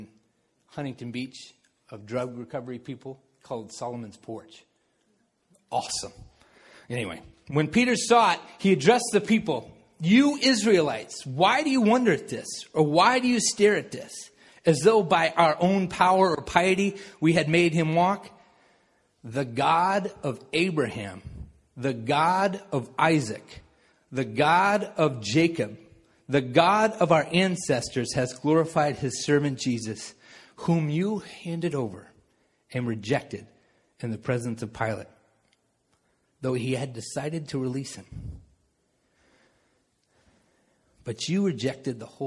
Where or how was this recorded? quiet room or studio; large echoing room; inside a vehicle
large echoing room